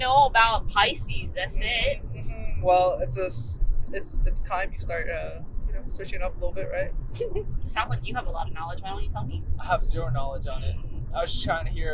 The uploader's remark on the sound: We had to take this podcast on our road with us to Eugene. We apologize for parts of the audio where you can hear the bumps in the road. Tried her best to de-noise as much of the audio without distorting the voices.